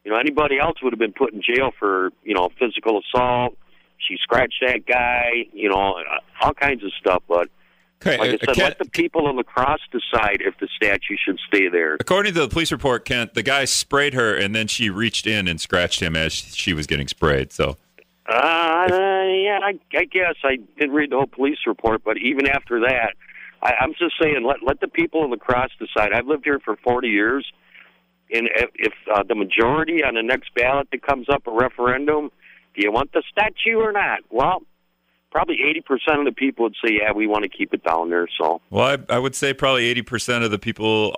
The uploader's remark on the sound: Callers sound off.